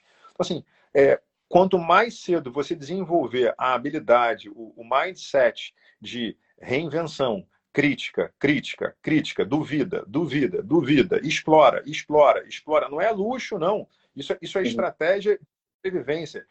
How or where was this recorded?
video call